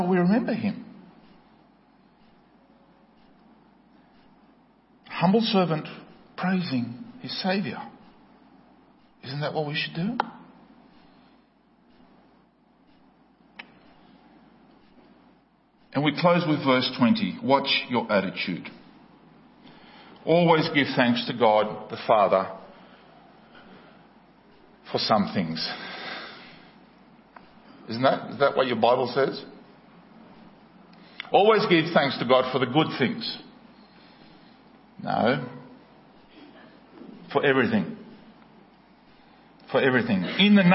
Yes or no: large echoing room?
yes